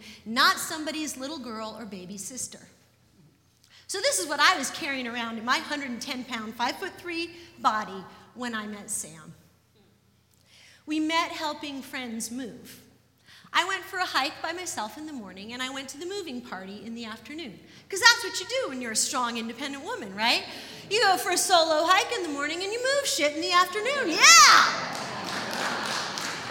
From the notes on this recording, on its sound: live at The Old Church Concert Hall in Portland, OR